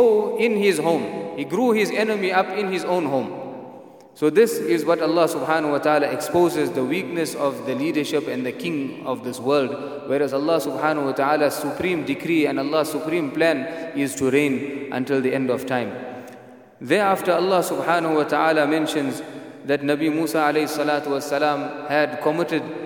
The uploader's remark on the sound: at the Houghton Masjid (West Street)